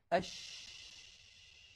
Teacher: الصوت ماشي والهواء منطلق، ما في حاجز منغلق كانغلاقه في حروف قطب جد